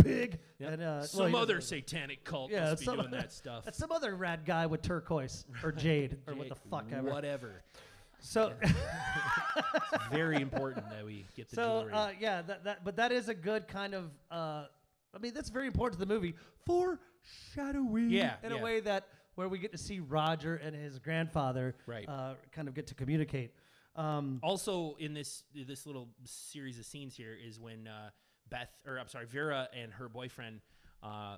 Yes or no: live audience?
yes